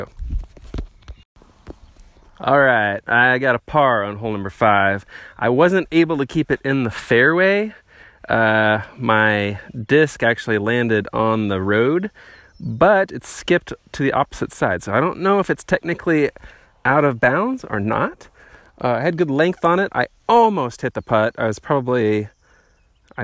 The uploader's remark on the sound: Archer's Park DGC at Clinton Lake State Park. Plays a solo round of Disc Golf at Clinton Lake State Park in the afternoon.